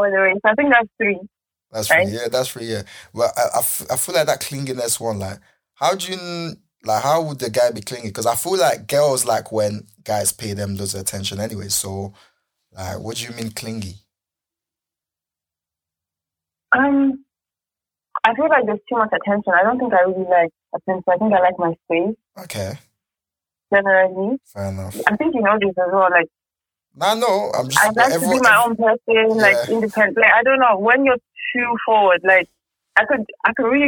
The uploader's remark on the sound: phones friends during episode